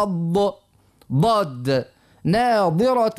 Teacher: كنت نفسر فيه الحرف أنا لآخر الحرف يعني الضاد فيه تحس فيه ضغط، وكنت مبين اللي قلنا صفة الأطباق اللي هي لسان يلصق بالحنك الأعلى الفوق معك التفخيم ها ويمشي على جنب يعني على اليمين ولا اليسار مع يعني الأضراس